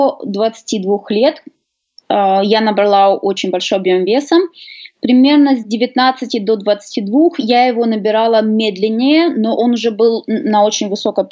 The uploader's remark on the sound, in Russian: Я связался с ней по Skype.